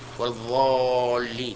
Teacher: ينطق بهذه الضاد ضاء مغلظة، أيضا يغلظ، نعم، يملأ فمه منها